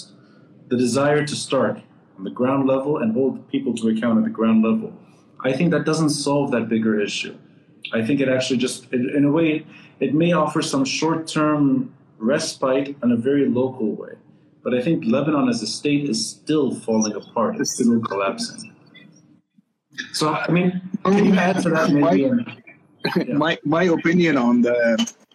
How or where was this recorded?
video call